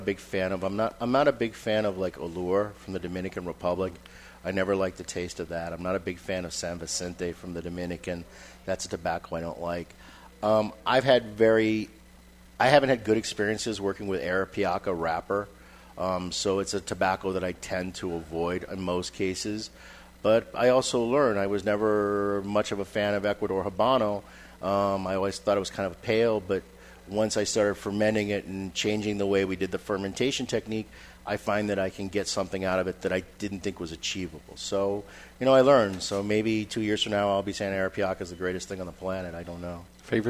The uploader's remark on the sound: live from Two Guys Smoke Shop in Salem, NH